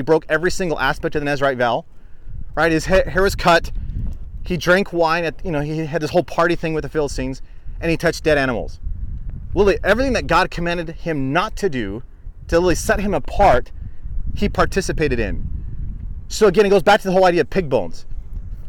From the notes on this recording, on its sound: Live Lessons from Israel (Israel Study Tour 2019). Despite a bit of wind in the background.